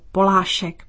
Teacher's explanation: In the sculptor's name, the stress is on po and the middle I is long, approximately twice as long as a short vowel.